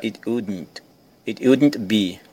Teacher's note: Quase não pronuncia o T do wouldn't